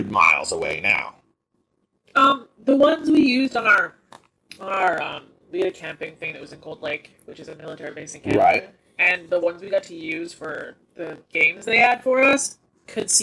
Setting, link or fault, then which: fault, poor sound quality